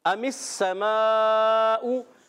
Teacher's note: मीम को scene से मिलाना है · सीन मुशद्दद, जरा रुक कर भी अदा करें, सीटी वाले उर्फ में से सीन